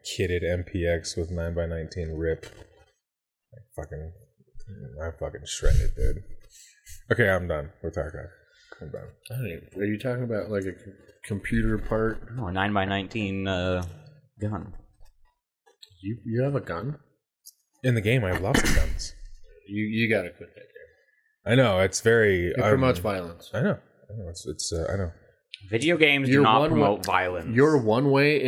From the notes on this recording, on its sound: This weeks episode has some audio issues throughout. I did what I could to clean them up as much as possible. It isn't the audio quality that I would like to upload but it is either this or no upload for the week.